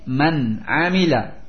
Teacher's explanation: Ada nun sukun di akhir kalimat yang pertama, man, kemudian datang setelahnya ain di awal kalimat yang kedua, sehingga dibaca idhar halqi. Man amila, tidak boleh didengungkan man amila, jadi man amila.